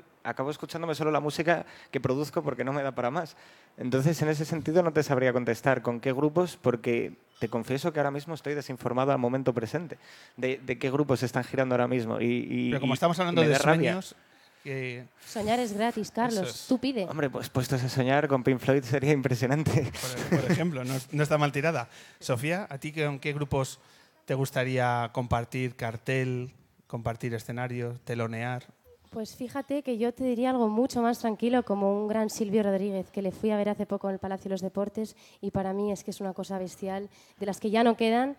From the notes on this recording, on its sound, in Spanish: nos regala tres canciones en directo durante la entrevista del penúltimo programa de El Hombre que se Enamoró de la Luna en el escenario de Casa Corona.